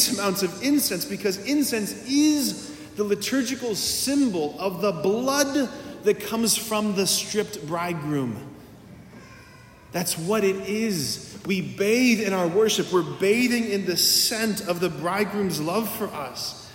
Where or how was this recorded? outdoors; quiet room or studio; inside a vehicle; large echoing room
large echoing room